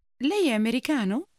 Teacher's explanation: Did you hear how lei è combines in front of americano to lei è? Ask again, are you American?